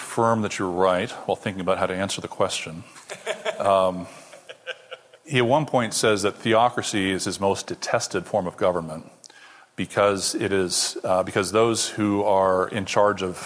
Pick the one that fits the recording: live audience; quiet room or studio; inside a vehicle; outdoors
live audience